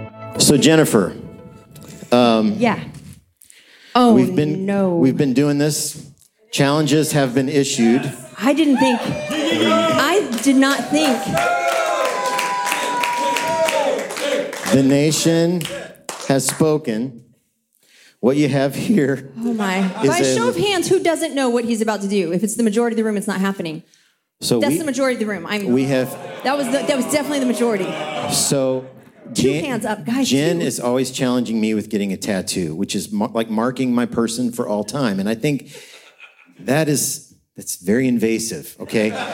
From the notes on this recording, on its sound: LIVE from Experience Conference 2023 at Disney's Coronado Springs Resort in Orlando, FL recording with a tremendous audience!